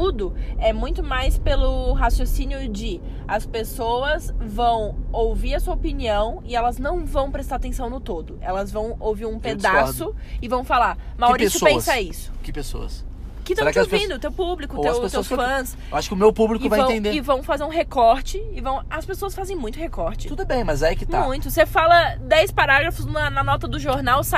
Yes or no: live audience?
no